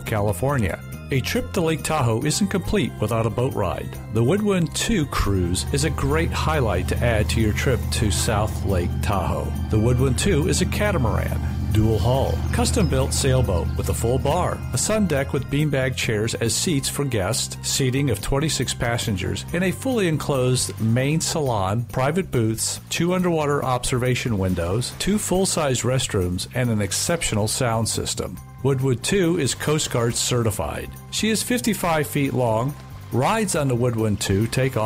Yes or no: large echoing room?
no